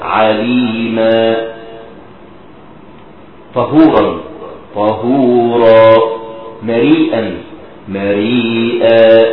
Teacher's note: التنوين المفتوح إذا وقفت عليه لا بد أن تقف عليه بألف، تعوض عن هذا التنوين بألف. · Term: تعوض عن التنوين المفتوح بألف